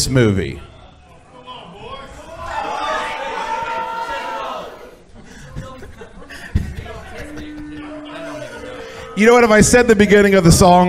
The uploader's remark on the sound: The live show from our event at Flying Ace Farm this past October is here for your enjoyment.